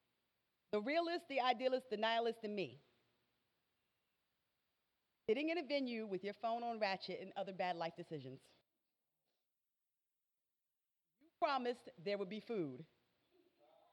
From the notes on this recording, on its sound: Our September 7th 2019 live show